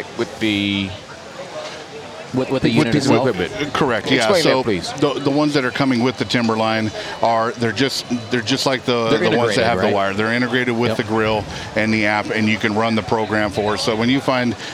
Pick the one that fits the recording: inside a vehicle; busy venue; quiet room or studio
busy venue